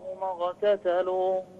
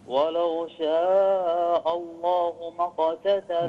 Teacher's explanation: القاف عندك قريبة من الغين · Shown in: first take